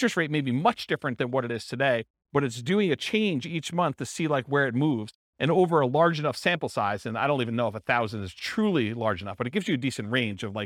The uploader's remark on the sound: This was a live class recorded